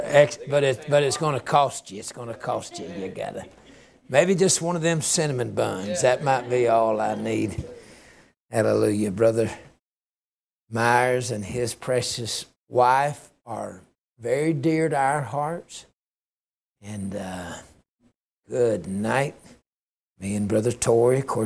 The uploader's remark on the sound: A message given at Liberty Baptist Church, Fircrest, Washington.